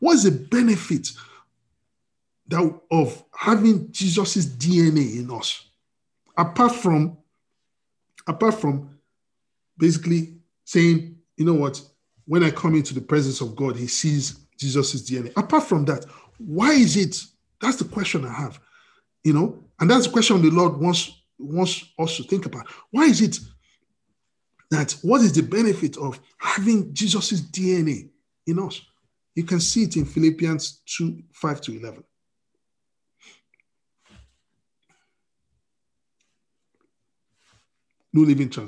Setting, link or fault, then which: link, video call